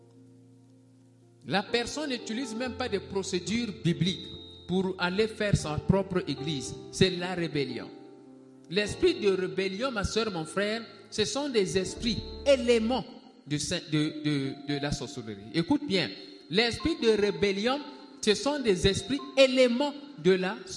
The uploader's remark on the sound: SUNDAY LIVE SERVICE